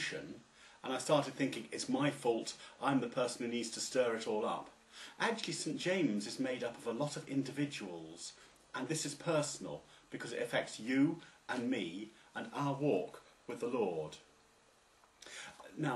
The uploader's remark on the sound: It was originally preached on Sunday 4th October 2009, at St James Church, Styechale, in Coventry, England.